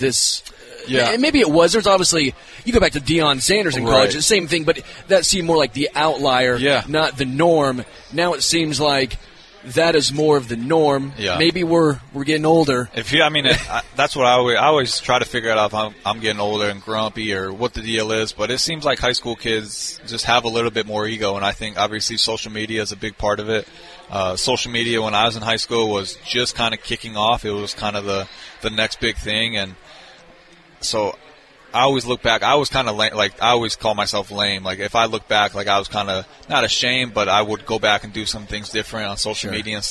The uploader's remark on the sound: LIVE from Hollywood Casino!